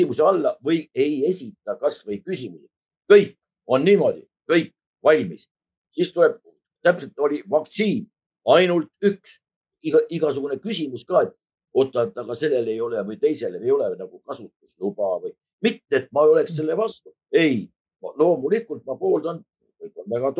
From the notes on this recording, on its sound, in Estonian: Värskes intervjuusaates kohtub Zoomi vahendusel